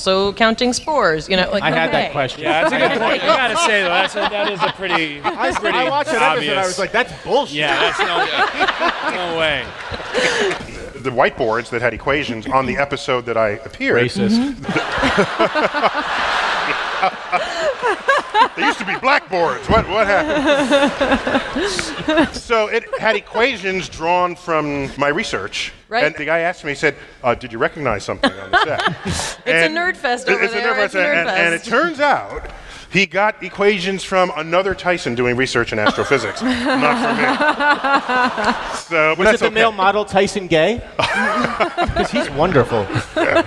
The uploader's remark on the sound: StarTalk Live! Big Brains at BAM. At the Brooklyn Academy of Music.